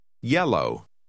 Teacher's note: 两个 L 听起来像一个一样